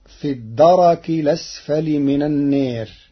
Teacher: قرأ ورش كلمة الدرك بتحريك الراء مفتوحة